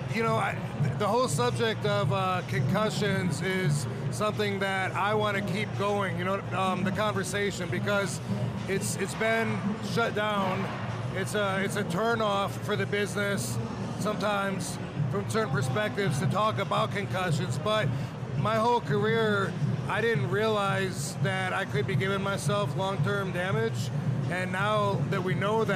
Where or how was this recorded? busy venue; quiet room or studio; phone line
busy venue